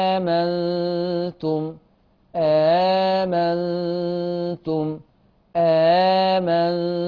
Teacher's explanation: الهمزتان الأولى والثانية في حالة فتح، يبقى عندي فيها تسهيل، آمنتم، آمنتم، آمنتم، بسهل الثانية.